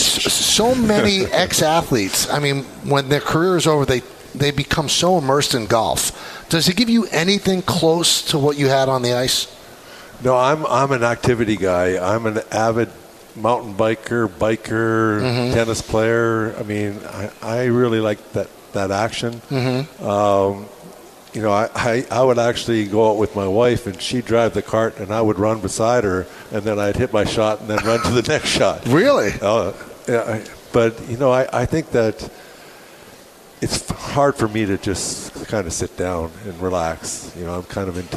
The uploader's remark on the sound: live from UBS Arena